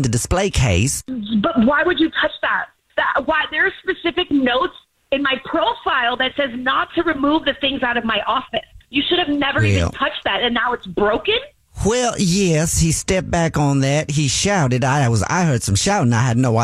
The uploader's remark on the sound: is on the phone today